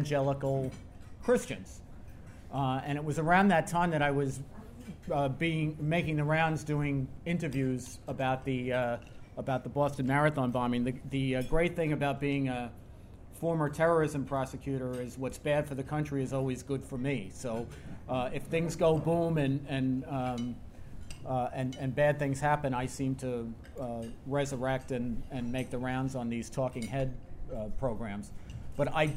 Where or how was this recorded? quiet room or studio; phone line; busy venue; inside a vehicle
busy venue